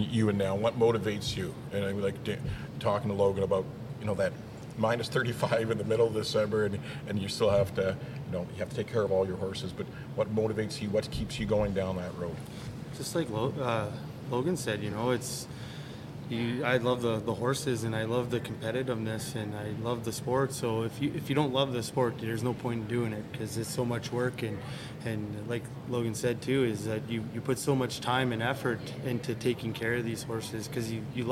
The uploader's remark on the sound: CPCA Finals live at Lloyd Ex